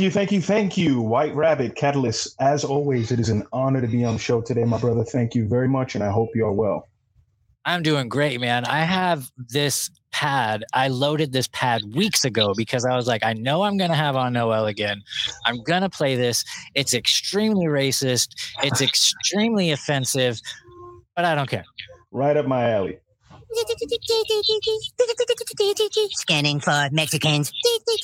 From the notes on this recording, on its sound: hop on screen